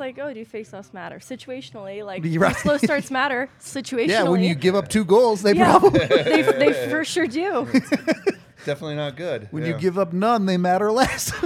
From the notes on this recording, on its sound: LIVE at the DNVR Bar